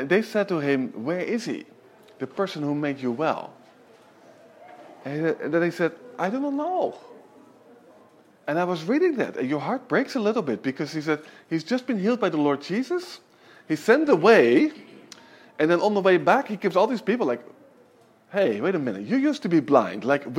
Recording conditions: large echoing room